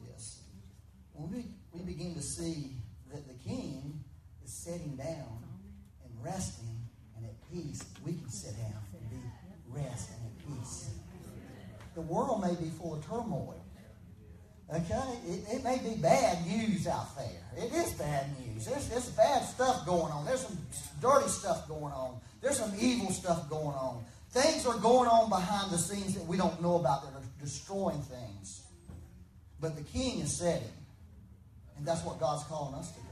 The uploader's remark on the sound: Had some technical difficulties with recording for this Sunday, so there is a bit more reverb than desired but better than nothing.